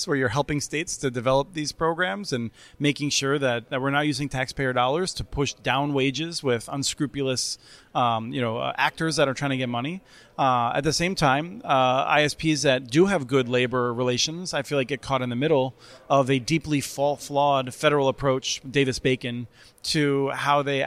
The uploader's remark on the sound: This week’s podcast comes from the Fiber Connect 2022 conference held in Nashville, Tennessee last month